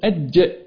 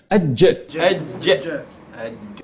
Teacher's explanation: اج عملت غلق محكم، اج غلق انغلاق تام. جرب معايا، جرب معايا الشغل العملي.